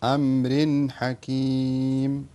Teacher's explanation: هنا التنوين بعد الحاء إظهار